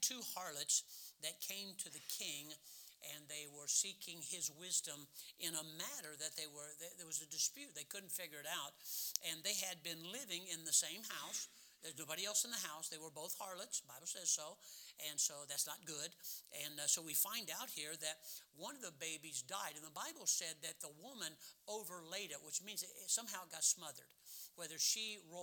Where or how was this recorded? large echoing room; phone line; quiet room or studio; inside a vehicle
large echoing room